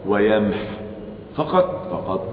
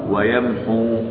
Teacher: ليست فيها واو مرسومة فلا تنطق لا وصلا ولا وقفا · Shown in: first take